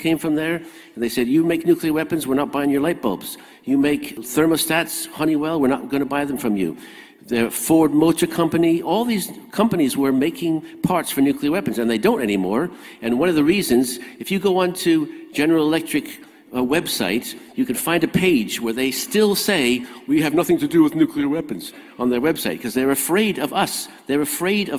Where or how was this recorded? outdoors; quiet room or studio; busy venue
busy venue